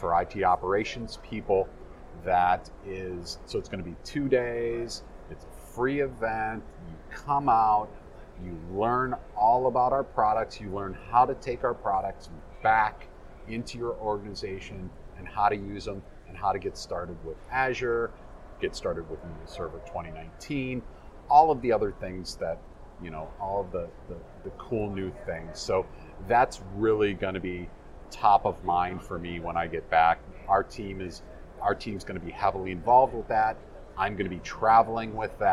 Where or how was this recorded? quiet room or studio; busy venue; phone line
busy venue